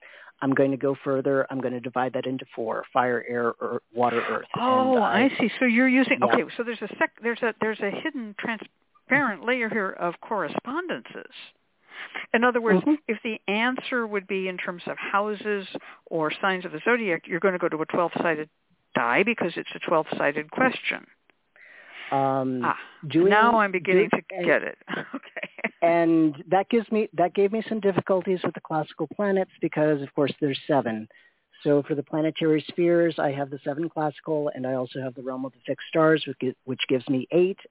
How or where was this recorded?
phone line